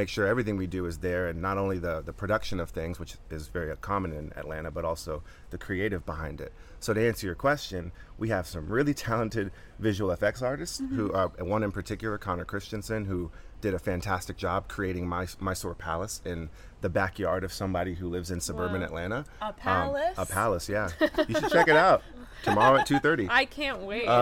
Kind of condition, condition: setting, busy venue